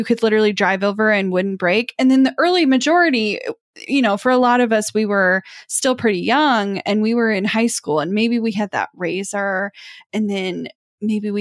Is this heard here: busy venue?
no